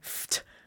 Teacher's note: You're really joining an F that's devoiced.